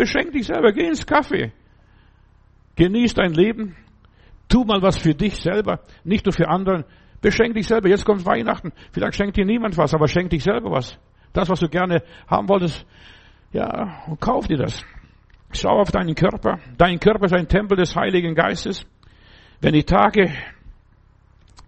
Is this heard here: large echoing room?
yes